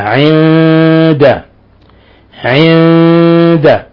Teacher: عند نون ساكنة جاء بعدها الدال الحكم التجويد إخفاء حقيقي، لأن الدال من حروف الإخفاء الحقيقي.